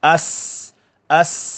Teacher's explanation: Sin dia ada sifat hamas, melepaskan nafas. Dan ada juga sifat sofir, iaitu berdesis. As, as, begitu.